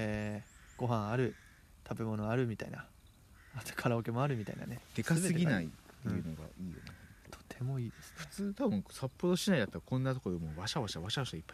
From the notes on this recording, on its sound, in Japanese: 運動公園からお届け！Anchor←このアプリで収録してます。